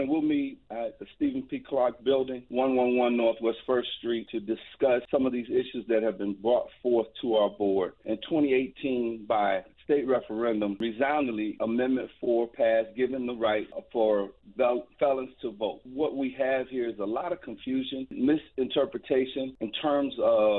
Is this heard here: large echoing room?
no